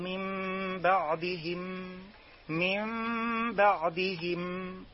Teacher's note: ويحذر من إلصاق الشفتين إلصاقا تاما حتى لا تحولها إلى ميم مشددة · Term: الإقلاب